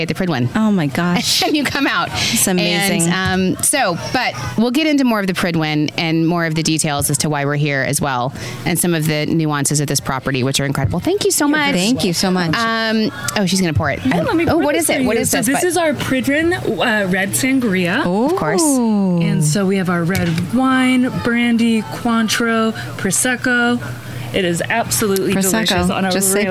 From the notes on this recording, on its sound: On site at The Pridwin, Shelter Island. We are on location on the beautiful Shelter Island at one of the most amazing resorts, The Pridwin.